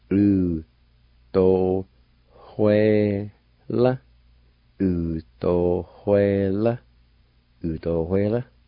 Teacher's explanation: there's an H sound between the O and the W, right in the middle of the word.